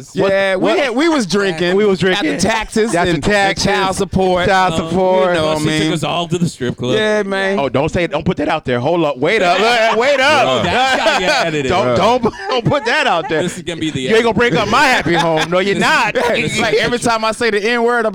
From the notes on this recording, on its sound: this week we decided to broadcast live from the Orlando Improv.